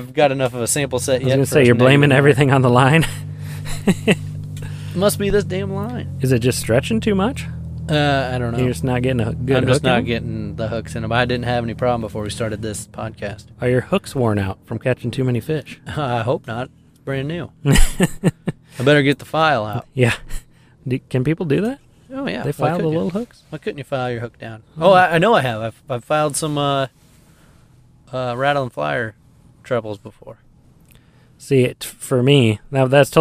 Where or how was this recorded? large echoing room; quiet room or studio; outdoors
outdoors